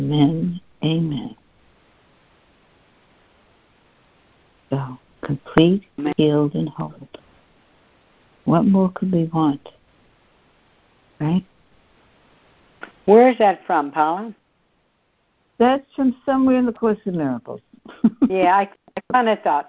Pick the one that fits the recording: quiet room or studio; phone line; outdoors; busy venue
phone line